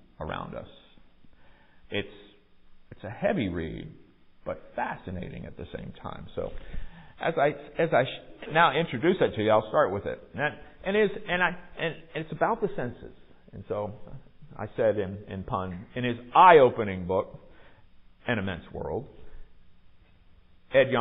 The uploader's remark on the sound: Recorded at MPPC on Sunday, February 19, 2023